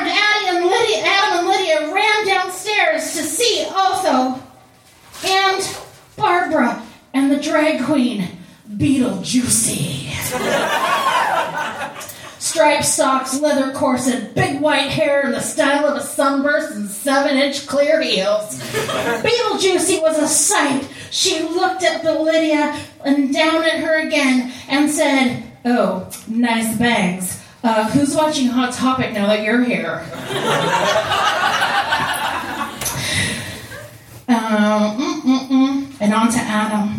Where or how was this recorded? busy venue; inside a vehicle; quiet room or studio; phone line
busy venue